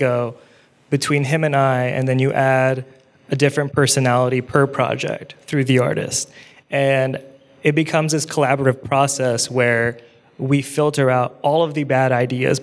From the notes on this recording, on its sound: LIVE in Portland. We brought together graphic designers and music people for a panel at Design Week Portland.